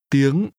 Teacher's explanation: Language is pronounced with a high rising tone.